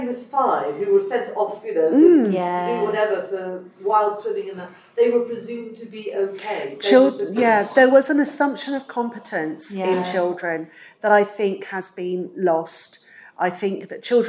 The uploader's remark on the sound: This episode was recorded live at FantasyCon 2022 so the sound is a little echoey.